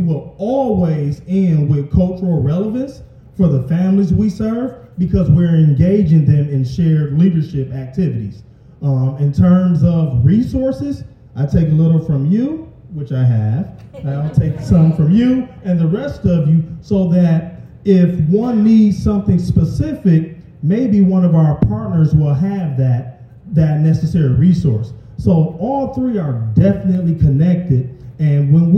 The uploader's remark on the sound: A unique episode; we captured the audio from a live event. In partnership with United Way's EMERGING LEADERS volunteer network Community Schools led a panel conversation.